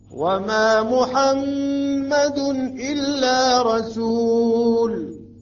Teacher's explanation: الميم المشددة مع الغنة ومقدار الحركتين